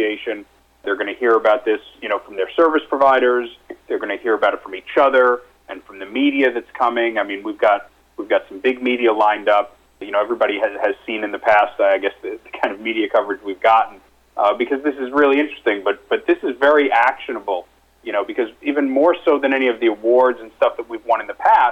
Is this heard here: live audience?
no